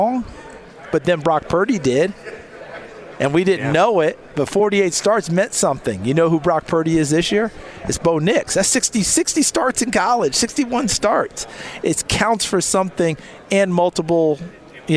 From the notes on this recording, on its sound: live from radio row at the NFL Combine